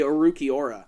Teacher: I'm going with the Spanish pronunciation of the rolling R.